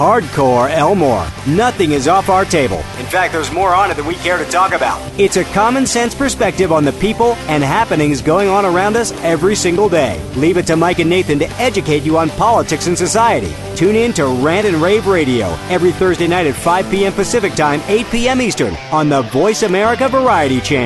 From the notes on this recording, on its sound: Lecture at Waterstreet Cafe in Fall River, MA.